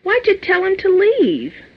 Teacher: Why did you becomes why'ja